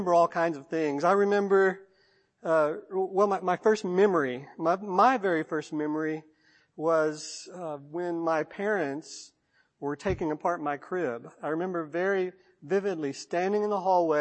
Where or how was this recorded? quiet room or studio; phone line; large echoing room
large echoing room